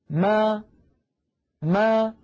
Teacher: فألاحظ بأن الشفتين تكونا ملتصقتان أو ملتصقتين ثم تبتعدان عن بعضهما، ما، ويصاحب ذلك مخرج أصل الفتحة أي مخرج الألف. · Term: ميما مفتوحة